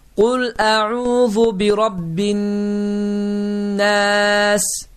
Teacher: əlifləmin ləmi, ləm hərfi oxunmaz, nun hərfi isə qoşulaşar. · Term: İdğam şəmsiyə